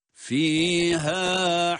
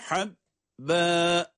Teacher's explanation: Birisi boğazın en alt kısmından çıkan fiha. Bakın fiha boğazı sıkmadan çıkardığımız bir harf. Diğeri ise boğazın ortasından boğazı sıkarak çıkardığımız habbe.